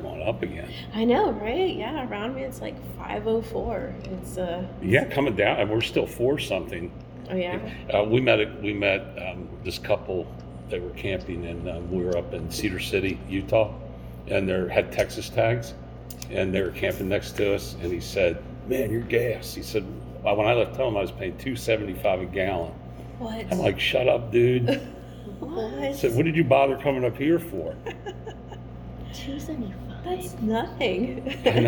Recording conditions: busy venue